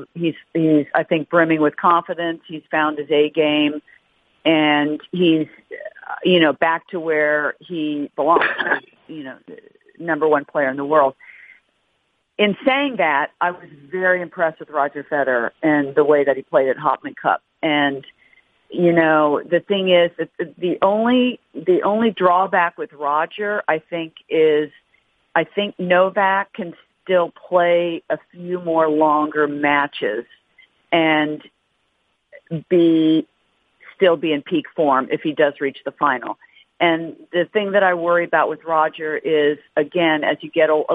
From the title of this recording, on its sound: Australian Open Conference Call